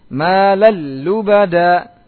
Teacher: Ini idgham bila gunah tanpa dengung.